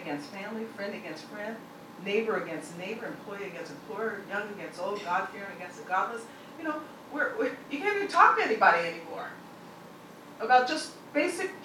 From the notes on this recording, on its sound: The speaker delivered these remarks at CBLPI's Capitol Hill Intern Summit on June 3, 2016.